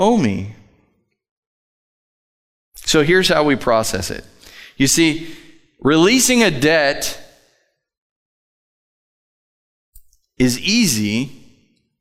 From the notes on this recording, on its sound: Live from The Summit Church in Dover, OH